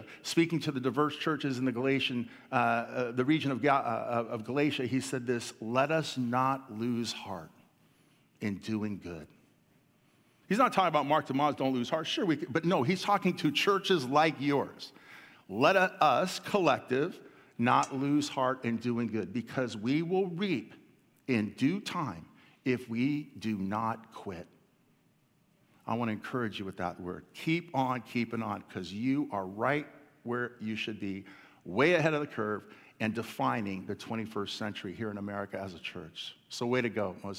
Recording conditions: large echoing room